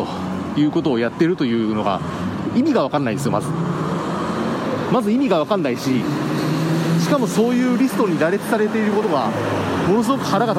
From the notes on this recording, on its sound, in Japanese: 帰宅中に録音していますので、車の音がかなり大きいですがご容赦ください。